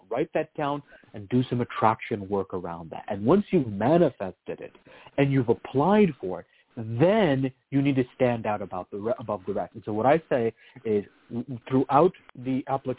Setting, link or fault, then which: link, phone line